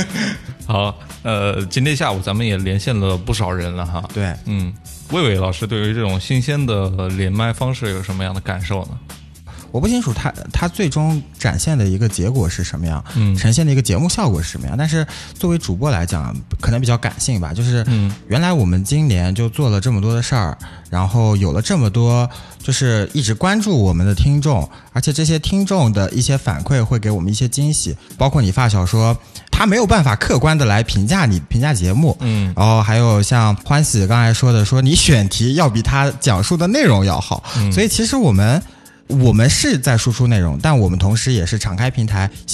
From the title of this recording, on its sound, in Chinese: Vol.47 电话连线第一期